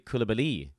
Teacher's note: Koulibaly is how we do it here in the States. But in the Wizards media guide, the accent actually is on the last syllable